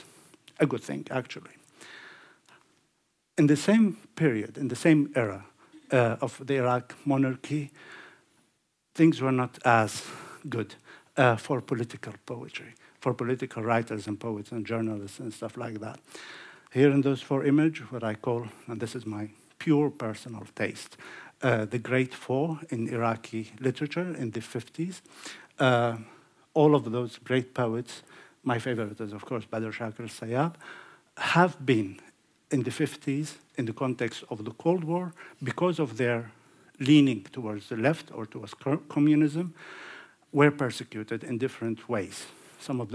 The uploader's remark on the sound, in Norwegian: Lecture in English. Innspilt på Sølvberget bibliotek og kulturhus i april 2023.